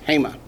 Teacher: Remember, Hema accents on the first syllable always.